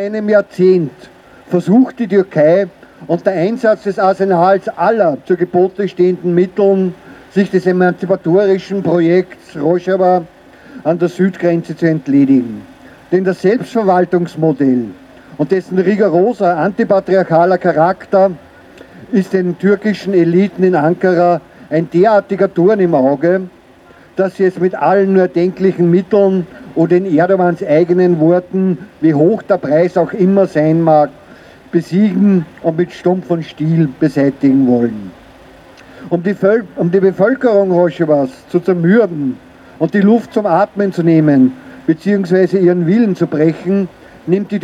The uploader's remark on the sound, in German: Demo für Stopp der türkischen Angriffe auf Rojava. Aufnahme der Reden bei der Auftaktkundgebung vor dem Parlament.